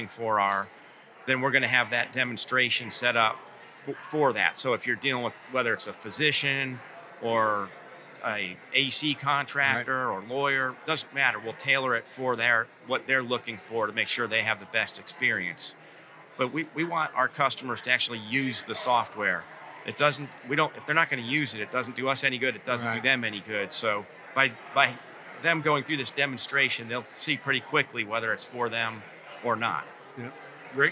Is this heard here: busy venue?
yes